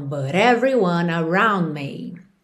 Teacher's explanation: Então, também T com rarara no final desse but, porque eu tô ligando com everyone